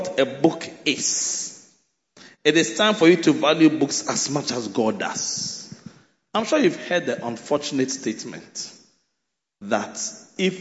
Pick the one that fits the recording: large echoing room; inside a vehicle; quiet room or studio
large echoing room